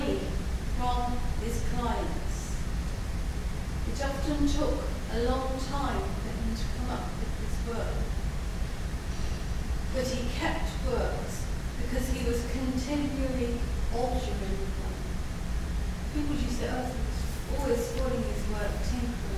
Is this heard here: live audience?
yes